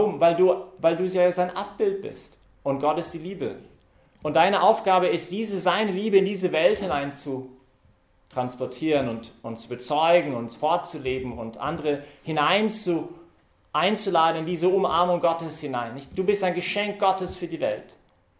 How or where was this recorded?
large echoing room